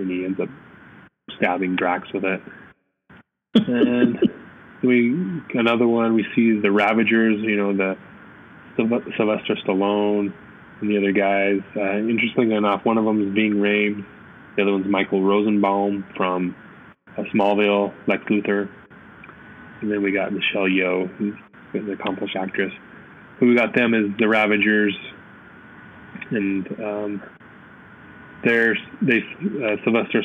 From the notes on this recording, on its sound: We again apologize for the poor audio on this one. We recorded GotG Vol 1 and 2 back to back and didn't realize it was bad audio until after we were all done.